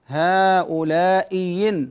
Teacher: هنا يبدل الهمزة الثانية ياء مكسورة · Term: إبدال